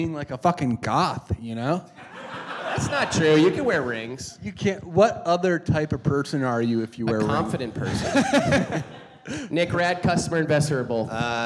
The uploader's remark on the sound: This live episode took place in New York City as part of the NYCPodfest. Maybe you should have bought a ticket and used your real ears to hear it live. For real though, I'm sorry, this is how they recorded it.